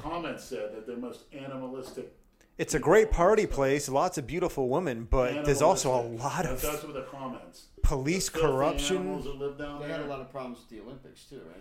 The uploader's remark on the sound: We apologize if the sound levels aren't ideal or if there's some echoing. We're still in the process of perfecting the technical side of everything.